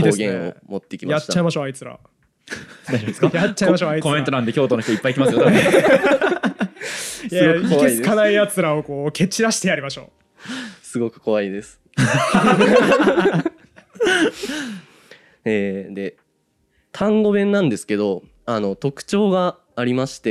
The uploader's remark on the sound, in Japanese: 公開収録で「俺たちのベスト方言グランプリ」をやり、皆さんの推し方言を紹介してもらいました。